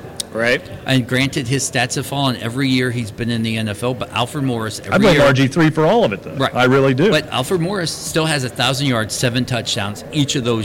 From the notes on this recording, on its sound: Have come back to Canton. Join us as we come to you live from radio row at the Pro Football Hall of Fame.